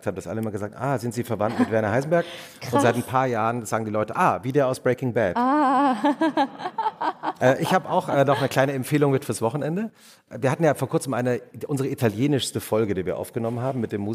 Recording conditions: live audience